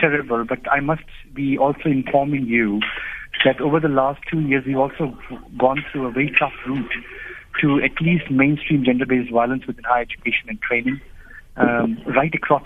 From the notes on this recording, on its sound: Guest (phone)